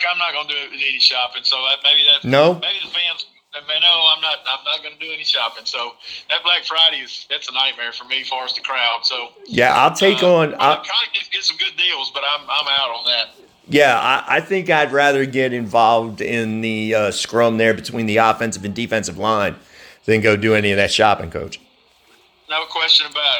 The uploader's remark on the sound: This interview was recorded by phone.